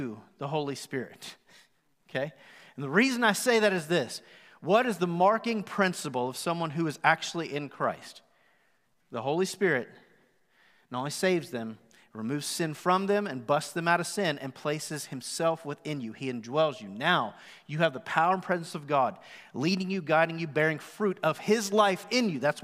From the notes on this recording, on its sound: Recorded live at The Fellowship in Nashville